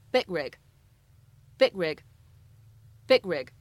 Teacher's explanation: 当 big 和 rig 放在一起的时候呢，咱们可以有一个不完全爆破的处理 · IPA: /bɪg/ /rɪg/